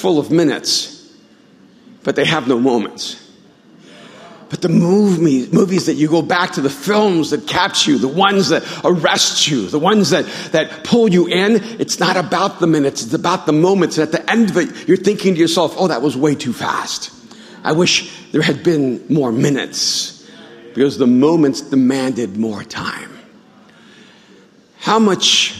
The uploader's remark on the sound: at Mosaic Hollywood, 09/30/2018 at the 8pm gathering